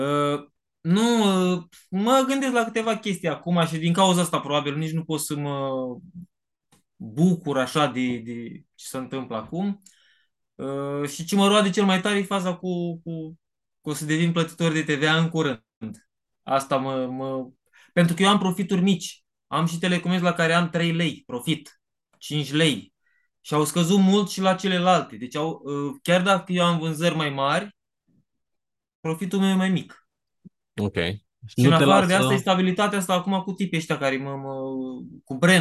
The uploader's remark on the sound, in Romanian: Conferinta Zoom Saptamanala EcomSchool